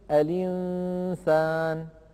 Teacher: نقلنا كسرة الهمزة إلى اللام الساكنة قبلها وحذفنا الهمزة من النطق · Term: نقل حركة الهمزة